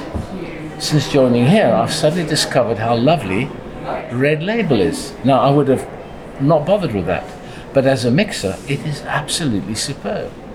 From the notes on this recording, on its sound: This special bonus episode of Scran was recorded at the newly opened Johnnie Walker Visitor Experience on Princes Street in Edinburgh.